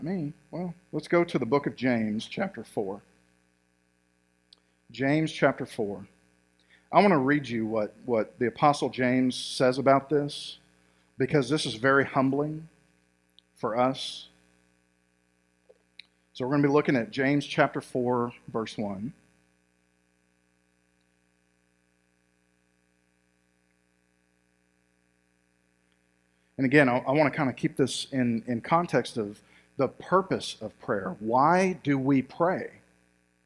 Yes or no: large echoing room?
yes